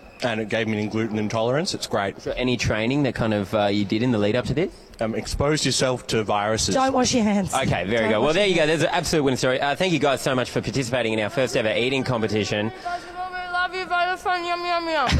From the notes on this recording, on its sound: Six at 6 at the Melbourne Comedy Festival. Live from ACMI.